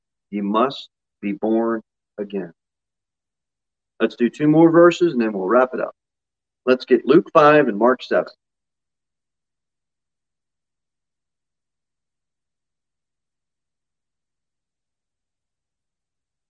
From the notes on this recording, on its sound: Sermon delivered at Pilgrim Baptist Church on Sunday, August 8, 2021, at 6:15 pm. Jere Whitson Rd.